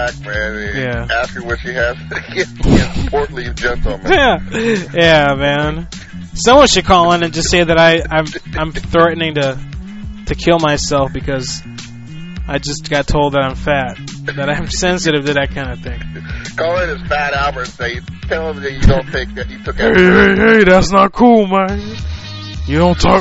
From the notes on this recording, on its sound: Prank Phone Calls Collection